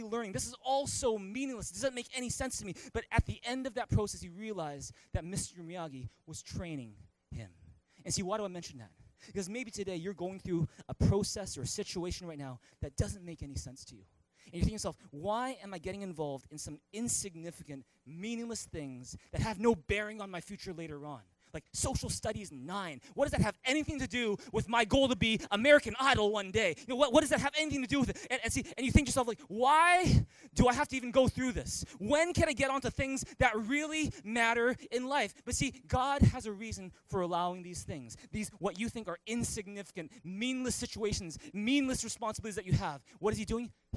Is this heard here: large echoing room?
yes